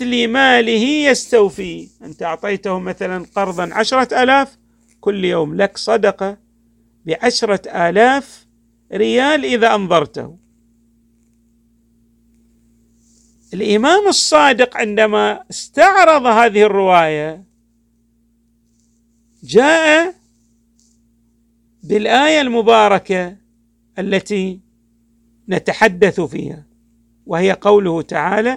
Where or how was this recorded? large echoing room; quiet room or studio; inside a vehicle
large echoing room